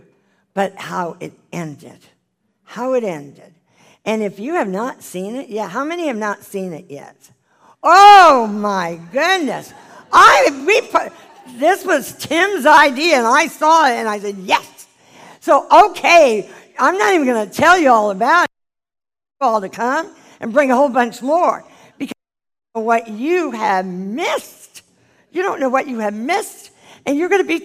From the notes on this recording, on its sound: This is the full replay of the LIVE Rejoice Pompano Bible Study from June 2018.